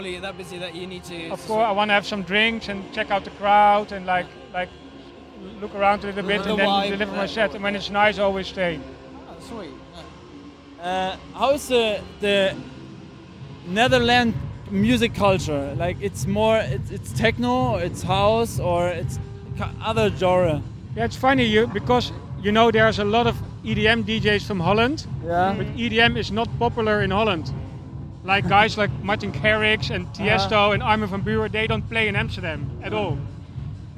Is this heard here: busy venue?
yes